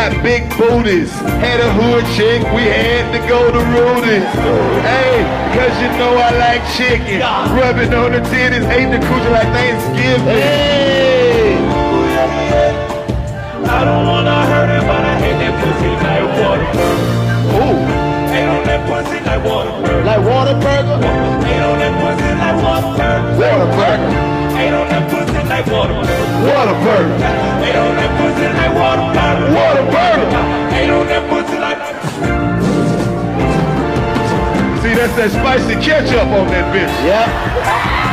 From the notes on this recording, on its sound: In the first sold out show from the Bomb Factory. Give the audience a chance to collab on the track!